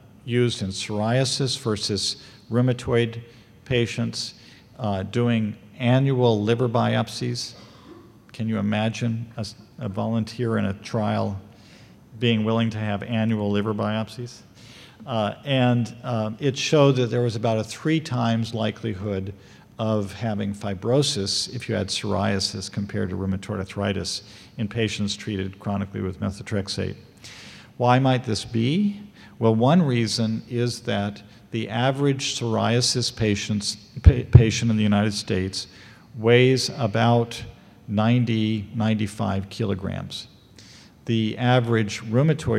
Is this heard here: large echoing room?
yes